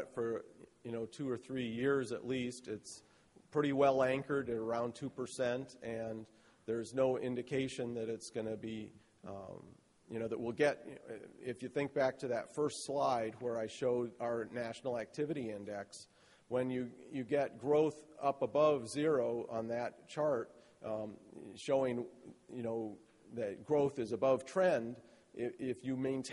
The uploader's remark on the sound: spoke to attendees at the 2012 Paper Recycling Conference